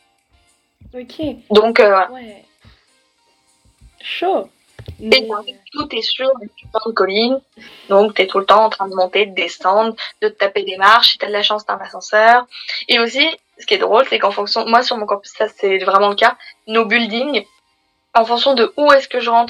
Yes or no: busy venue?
no